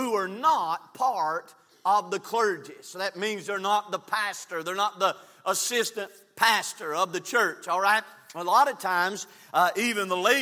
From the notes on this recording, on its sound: from the pulpit of Calvary Baptist Church